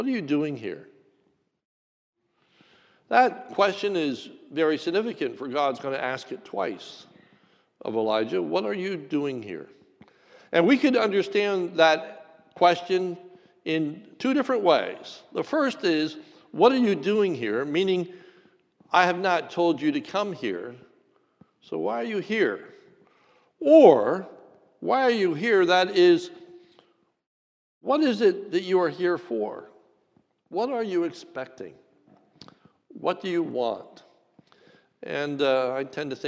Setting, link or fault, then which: setting, large echoing room